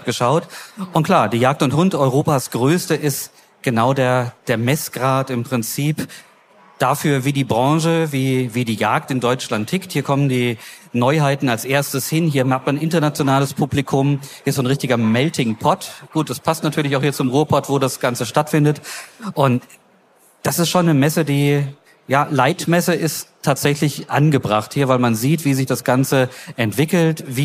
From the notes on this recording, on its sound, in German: live auf der JAGD & HUND